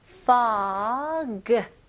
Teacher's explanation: F 발음으로 하셔야죠. 그래서 pog라고 하시면 안 되고 입술이 붙으면 안 돼요. fog. 그리고 G 발음을 명확히 잘 해주셔야 되고요.